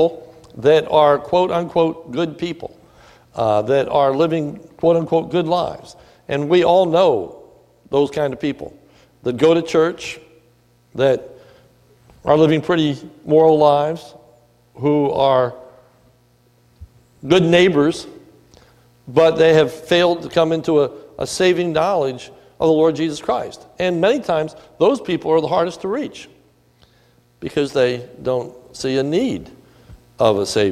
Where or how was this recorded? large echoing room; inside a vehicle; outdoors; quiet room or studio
large echoing room